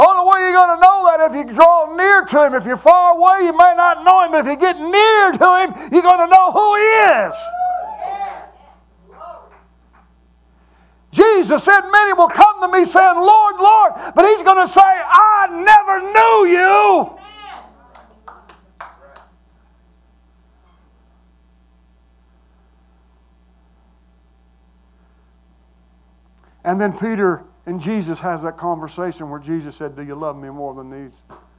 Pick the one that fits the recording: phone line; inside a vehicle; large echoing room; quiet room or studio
large echoing room